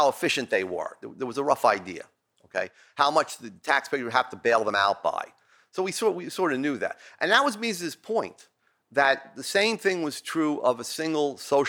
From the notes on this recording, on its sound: Recorded at the Mises Institute in Auburn, Alabama, on 14 July 2020.